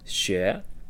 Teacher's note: learning is the XUE sound with the second pinyin. So that's up and to the right